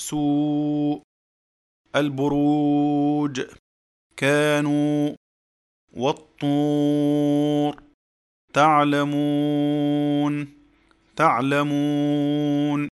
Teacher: نجد أن الواو تخرج من الجوف ويصاحبها شكل كما نرى شكل الشفتان تكون مضمومة · Term: الواو المدية